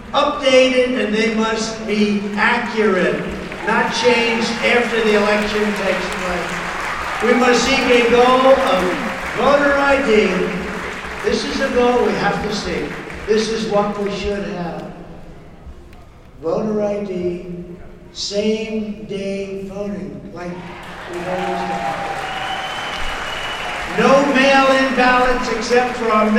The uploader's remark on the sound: LIVE FROM CPAC 2022